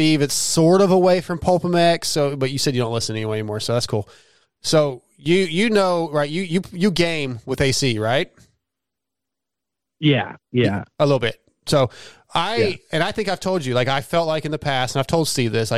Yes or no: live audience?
no